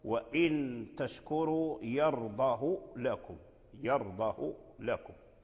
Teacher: نافع يعني ورش وقالون اتفق على قصر هاء الضمير